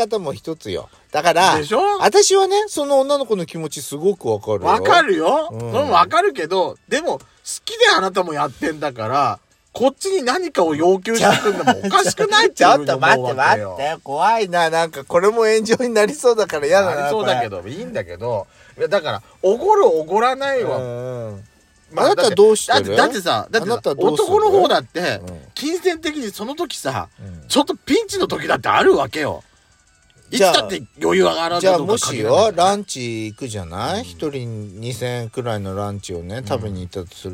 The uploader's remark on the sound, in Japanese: パーキング収録